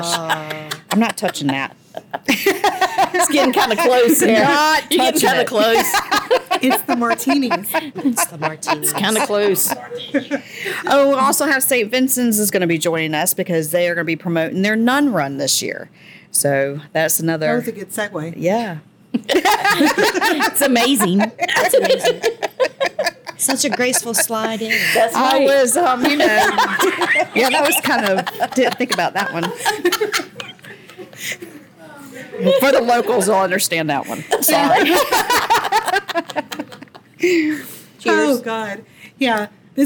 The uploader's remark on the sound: This FESTIVE episode is ON LOCATION at Billy's Place at McDonough's Restaurant and Lounge! In SAVANNAH.